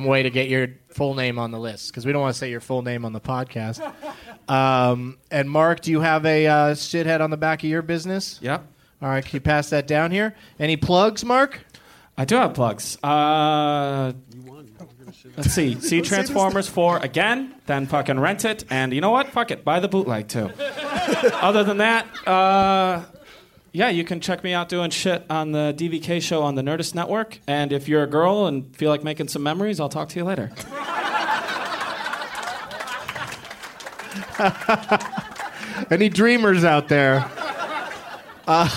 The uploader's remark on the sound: Live from the Punch Line in Sacramento